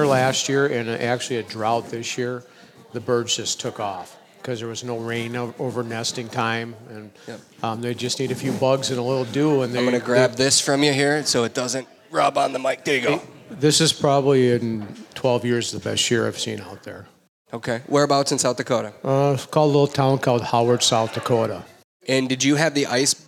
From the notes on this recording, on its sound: LIVE With our Listeners. Host another LIVE podcast at Bear Cave Brewing.